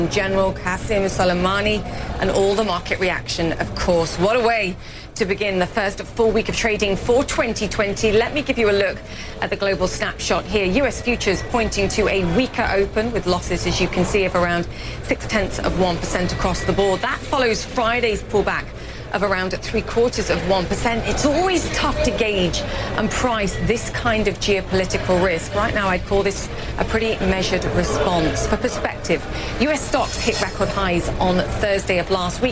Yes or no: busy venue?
yes